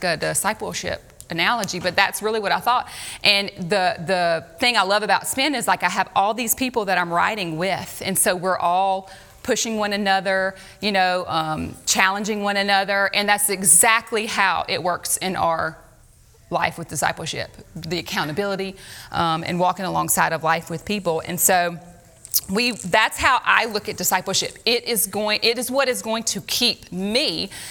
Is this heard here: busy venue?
yes